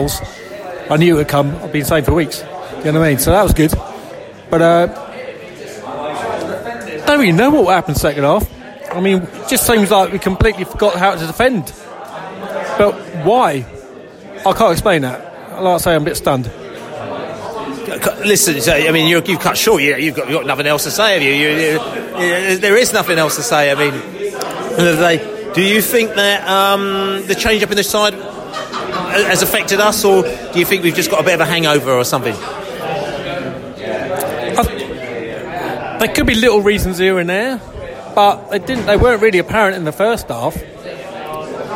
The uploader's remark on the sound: post-match podcast from the pub